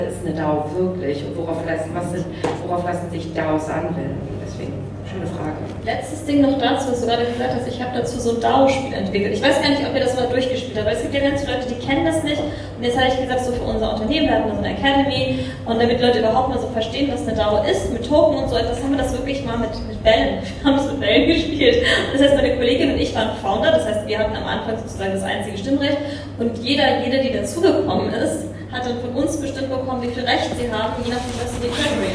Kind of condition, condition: setting, live audience